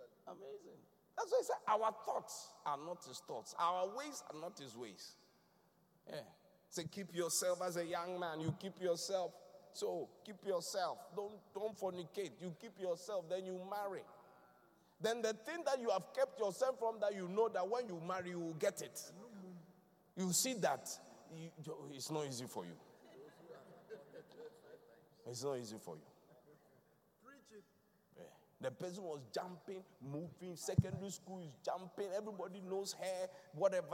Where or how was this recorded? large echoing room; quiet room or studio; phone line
large echoing room